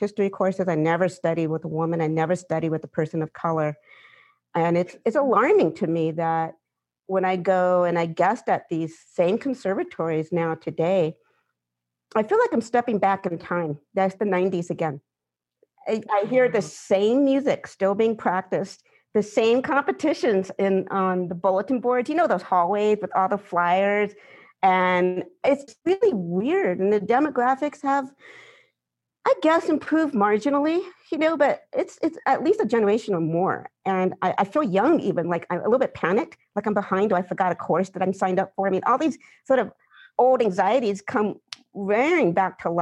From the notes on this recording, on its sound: This podcast was recorded on December 3, 2020 as part of a live, Zoom event